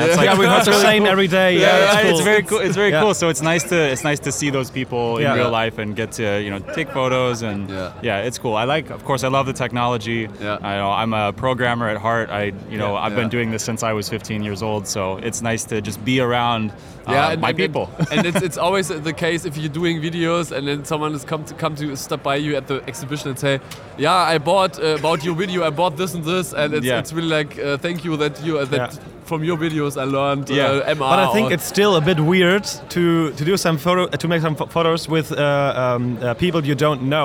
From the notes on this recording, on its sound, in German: Community Podcast live von der Prolight + Sound 2023. In dieser Folge haben wir euch zu Wort kommen lassen und gefragt, wie ihr die Prolight + Sound 2023 fandet.